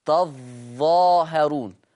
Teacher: طيب في الآية 85 لفظ تظاهرون يقرأ ورش بتجديد الظاء فتصير تظاهرون. يبقى إذن حفص يقرأ بتخفيف الظاء أما ورش يقرأ بتشديد الظاء